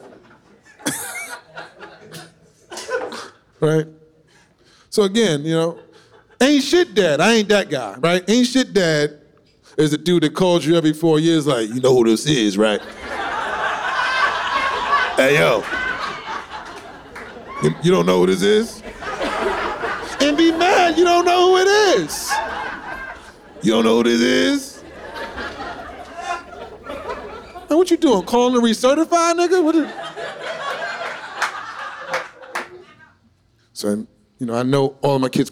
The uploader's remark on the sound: shot on location at NYC’s Westside Comedy Club